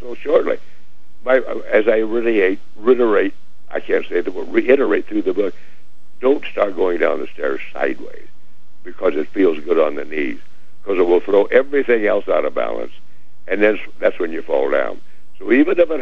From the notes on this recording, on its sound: give me a call for a fun chat